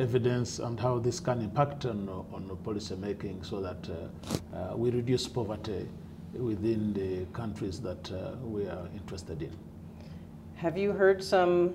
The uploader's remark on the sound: At the 2014 PopPov Conference in Nairobi, Kenya